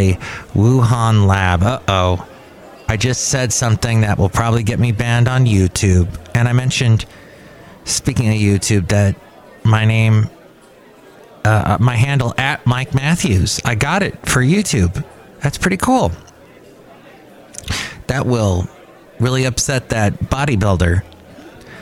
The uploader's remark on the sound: podcasts live from Cafe Anyway